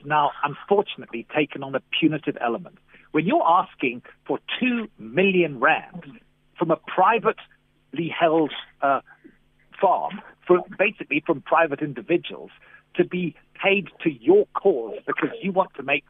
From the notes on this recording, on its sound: Guest on the phone